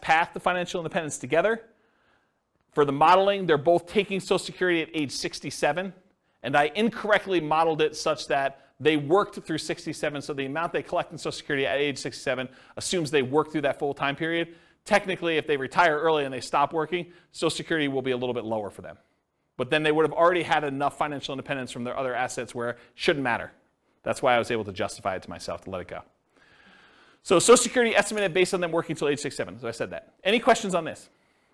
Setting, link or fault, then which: setting, live audience